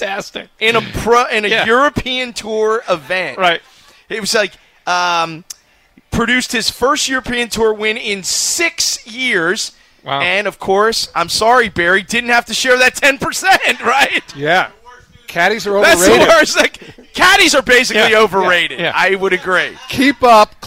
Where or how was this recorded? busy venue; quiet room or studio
busy venue